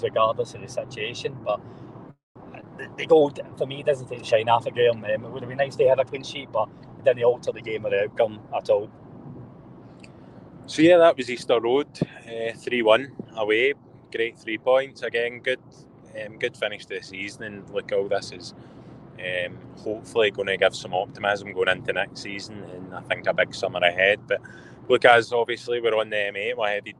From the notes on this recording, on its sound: Give their post match thoughts on a comfortable Rangers win at Easter Road, live from the M8 as they cover two games in one day!